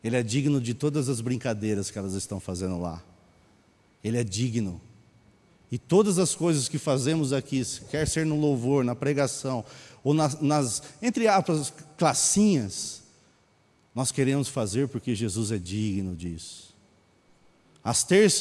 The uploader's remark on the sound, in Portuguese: Mensagem gravada na Bíblica de Botucatu